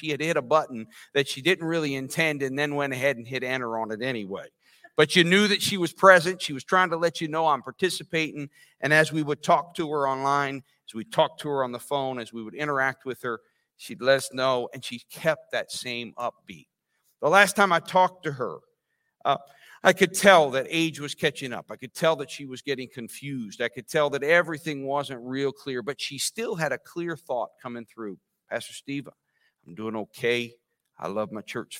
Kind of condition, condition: setting, large echoing room